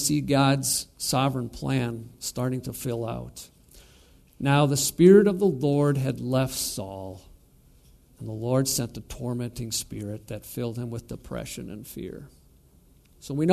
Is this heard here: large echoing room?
yes